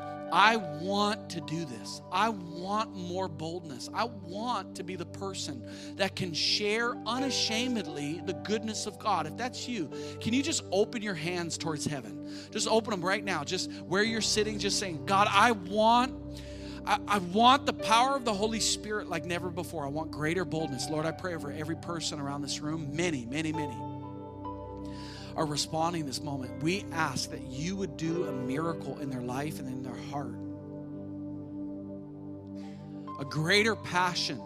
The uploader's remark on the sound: spoke live at our church.